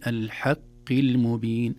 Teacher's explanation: الحاء مرققة والقاف في أدنى درجات التفخيم